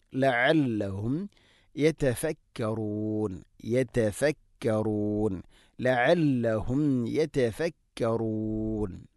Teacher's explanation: അവസാനത്തിൽ മദ് ആരദുൽ സുക്കൂനാണ് യതഫക്കറൂൻ 2, 4, 6 ഹർക്കത്തിൻ്റെ ഖദറിൽ അത് നീട്ടാം. മദ് ആരദുൽ സുക്കൂൻ എന്ന് പറഞ്ഞാൽ നമ്മൾ വഖഫ് ചെയ്യുന്നത് കൊണ്ടാണ് അവിടെ നൂനിന് സുക്കൂൻ വരുന്നത്.